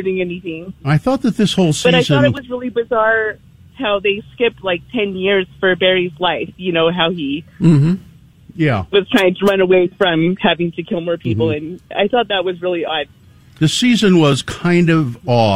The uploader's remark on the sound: Listeners have a chance to call in.